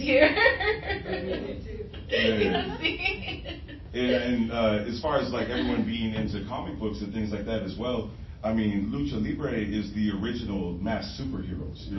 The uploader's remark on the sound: Tucson Comic-Con Panel - Latinx Creators. The panel was held at Tucson Comic-Con.